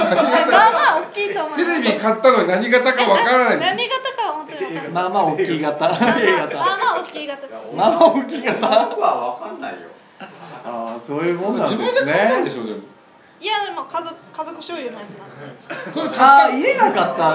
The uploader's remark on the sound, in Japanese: 鹿児島公開収録編。SHOWROOMでも同時配信の回！